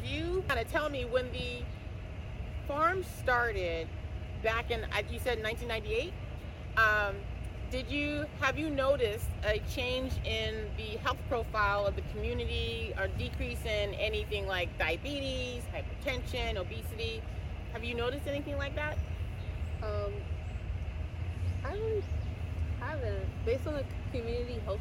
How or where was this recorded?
outdoors